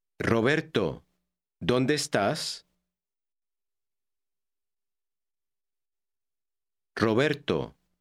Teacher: When an R occurs at the beginning of a word, it is rolled or trilled more than usual.